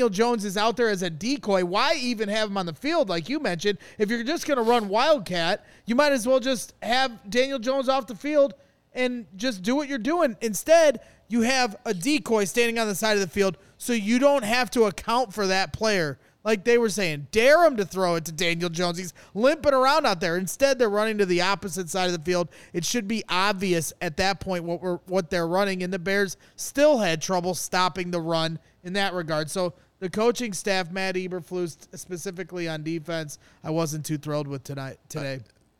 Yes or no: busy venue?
yes